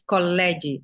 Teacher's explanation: Otro sonido que es típico en mallorquín y que puede ser que se nos escape también eh, cuando hablamos en castellano es lo que llamamos la L geminada. Cuando lo escribimos, escribimos una L, un punto en el centro y otra L.